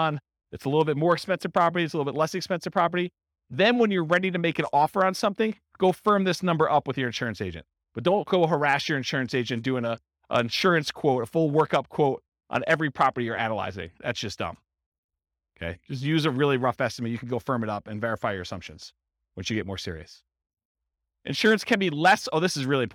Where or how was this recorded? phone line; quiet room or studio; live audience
live audience